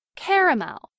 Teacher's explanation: In much of the Northeast and parts of the South, this word is pronounced with 3 syllables.